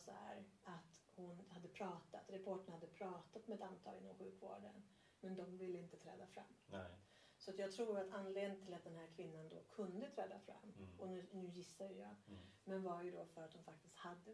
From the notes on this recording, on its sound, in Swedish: Lite dåligt ljud men en viktig podd så på med hörlurarna